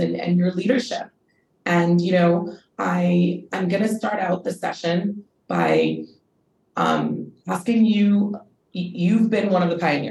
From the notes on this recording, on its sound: This episode was recorded as part of a webinar series by the City University of Hong Kong in partnership with Green Queen Media.